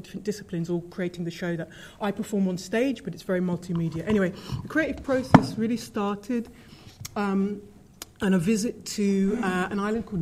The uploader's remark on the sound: State of the Arts is the Arts Council's national conference for the arts and culture sector, it took place at The Lowry in Salford on 14 February 2012 in conjunction with the BBC, Salford City Council, Manchester City Council and the British Council.